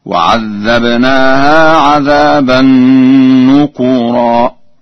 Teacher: قرأ ورش بضم الكاف